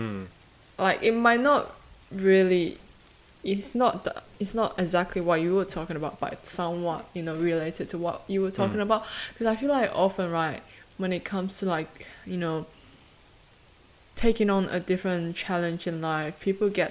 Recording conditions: sounds in the background